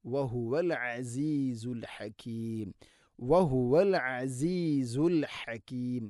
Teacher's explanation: ഐനും ഹാഉം തൊണ്ടയുടെ മധ്യഭാഗമാണ് മഖ്റജ്, കൃത്യമായിട്ട് ഉച്ചരിക്കാൻ ശ്രദ്ധിക്കണം ഇൻഷാഅല്ലാ.